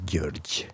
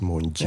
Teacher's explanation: det er en såkalt palatalisert G, en sånn soft G. Den uttales som Georg.